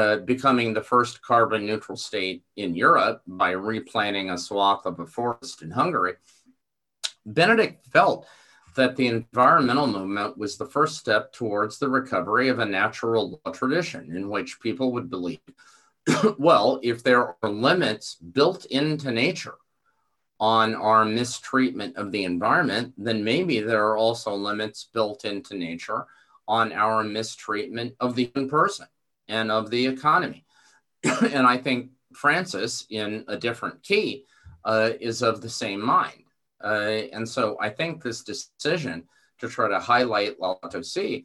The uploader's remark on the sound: This event was presented as a live webinar November 14, 2020